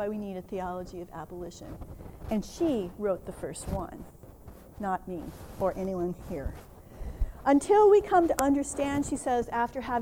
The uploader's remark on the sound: A workshop at the 2014 VJN Conference: Kingdom Justice, Vineyard Values.